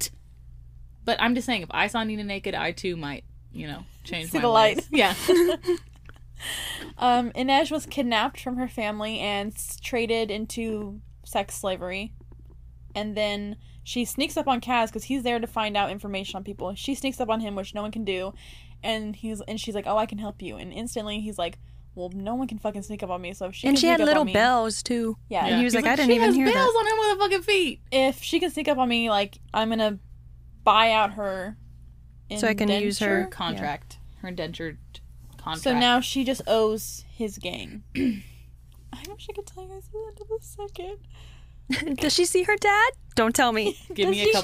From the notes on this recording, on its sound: Enjoy the slimey noises!